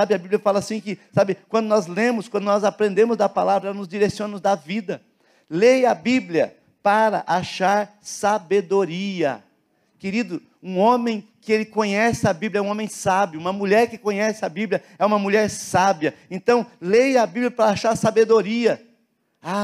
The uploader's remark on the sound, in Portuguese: na Igreja ABA Curitiba (Transmitido ao vivo)